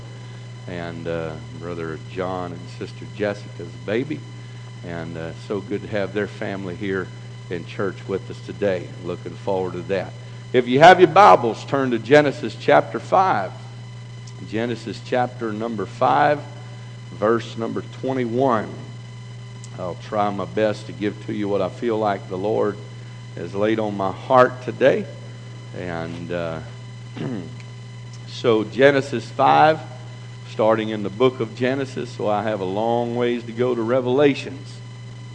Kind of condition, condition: setting, large echoing room